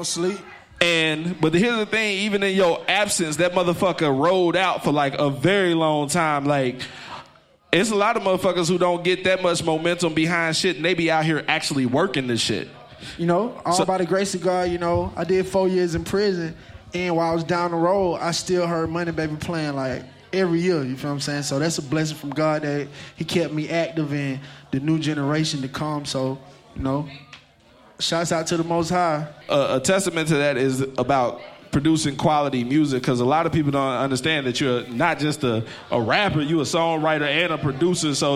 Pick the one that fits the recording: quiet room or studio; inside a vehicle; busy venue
busy venue